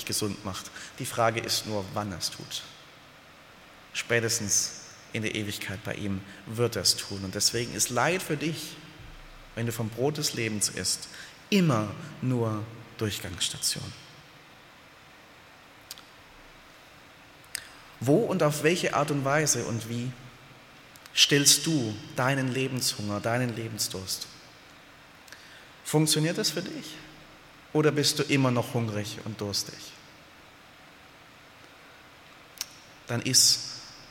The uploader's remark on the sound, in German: aus dem Gottesdienst der Liebenzeller Mission